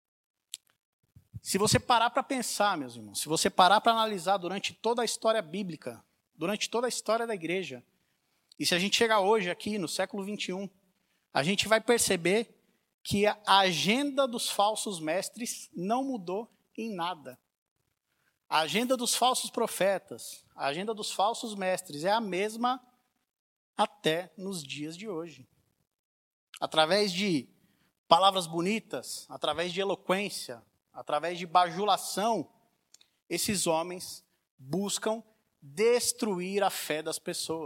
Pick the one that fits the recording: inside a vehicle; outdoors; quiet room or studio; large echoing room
large echoing room